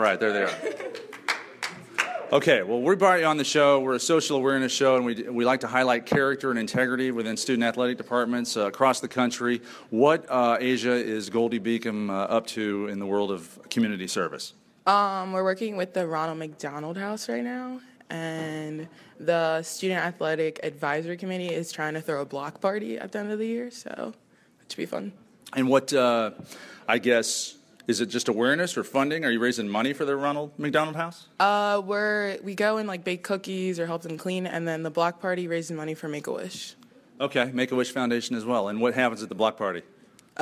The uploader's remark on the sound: We begin this episode in front of a lIve studio audience at Goldey-Beacom College in Wilmington, Delaware